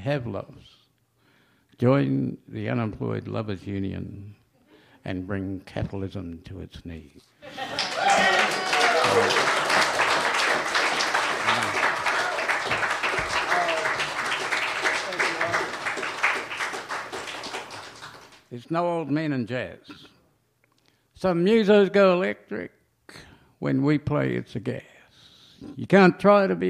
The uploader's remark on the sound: Recorded live at the Dan O’Connell!